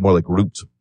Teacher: And Ruth, in Hebrew, you probably wouldn't have the TH sound. So it's really more like Root.